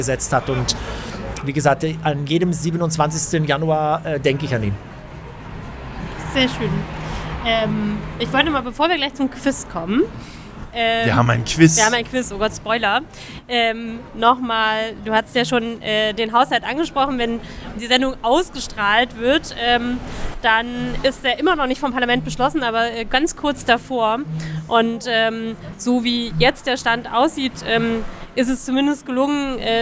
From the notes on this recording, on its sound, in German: LIVEFOLGE von der Christmasavenue. Der Schöneberg Podcast Live! Waren live auf der Christmas Avenue und haben dort eine spannende Podcastfolge.